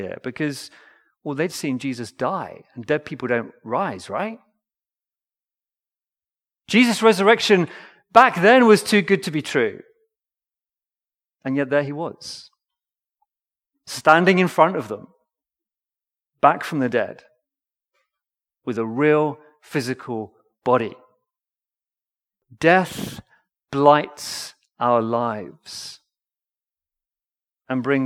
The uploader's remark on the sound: Recorded Live stream Sermon from Binscombe Church (BWS) 19th November 2023